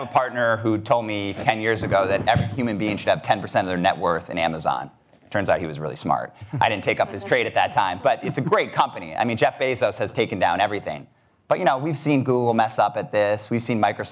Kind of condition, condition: setting, live audience